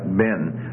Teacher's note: it becomes an actual proclitic with makef, and you lose the stress completely